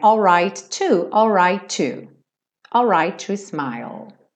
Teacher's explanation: Lembrando de juntar os dois T's, né?